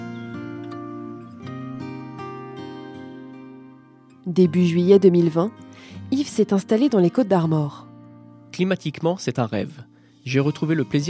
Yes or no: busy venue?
no